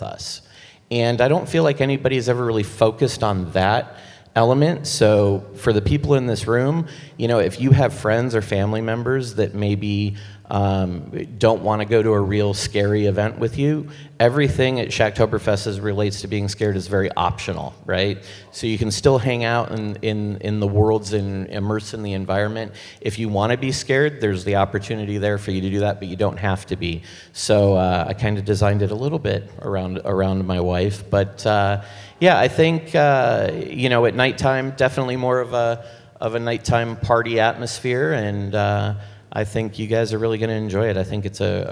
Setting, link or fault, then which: setting, live audience